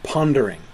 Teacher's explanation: stress on the first syllable and then two syllables after that · Term: dactylic pattern